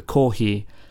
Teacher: you kind of lengthen the O sound, so kohi. Cold brew coffee.